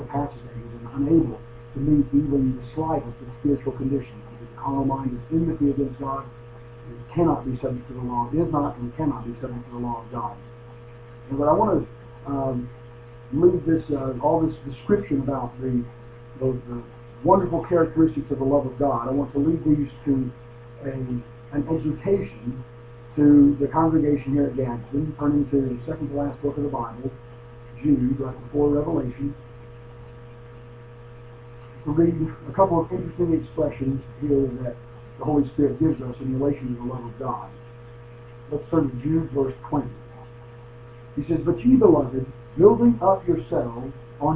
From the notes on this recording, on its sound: The sound quality in this sermon is not as good as our usual sermons